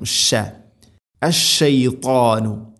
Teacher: ഷീൻ ഉച്ചരിക്കുമ്പോൾ മുന്നത്തെ ക്ലാസ്സിൽ നമ്മൾ പഠിച്ചിട്ടുണ്ട് തഫശ്ശി എന്ന ഒരു സിഫത്ത് അതിനുണ്ട്, പരത്തി ഉച്ചരിക്കണം.